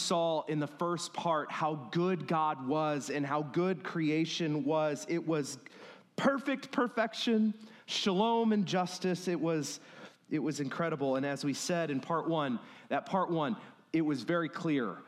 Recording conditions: large echoing room